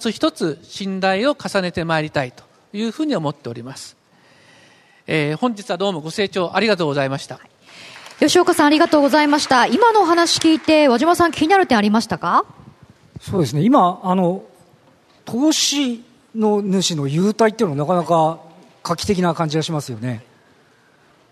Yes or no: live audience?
yes